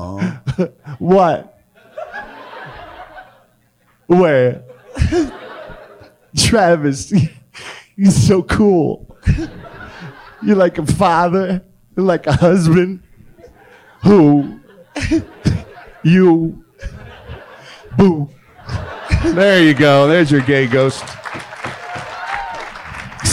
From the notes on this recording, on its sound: Recorded LIVE at Wiseguys in Salt Lake City, UT.